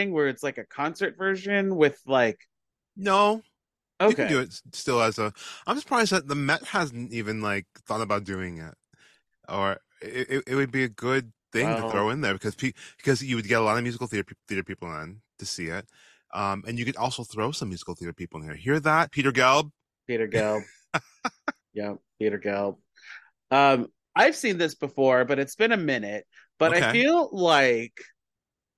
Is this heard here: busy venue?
no